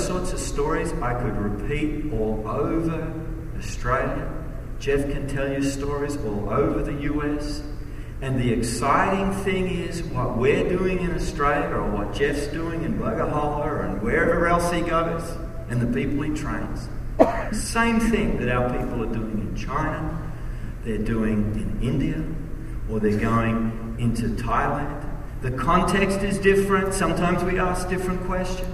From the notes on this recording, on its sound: message at the Kingdom Impact Conference